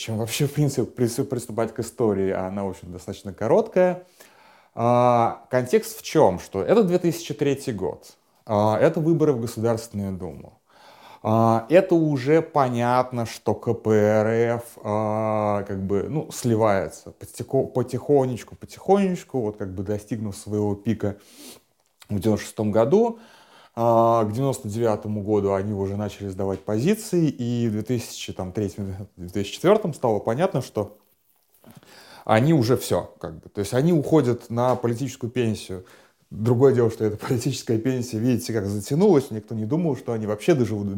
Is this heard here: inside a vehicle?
no